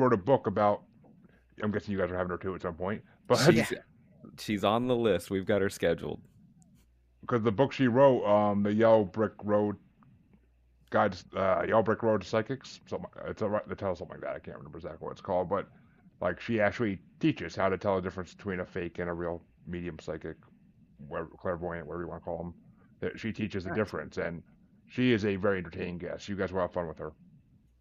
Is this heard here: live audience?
no